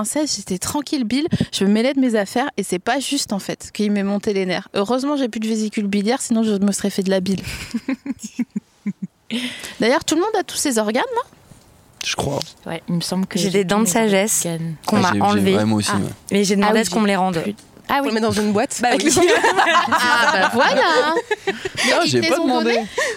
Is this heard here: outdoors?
yes